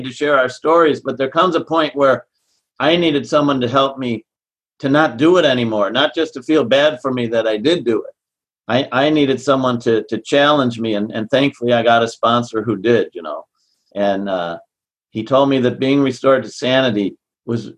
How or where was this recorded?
video call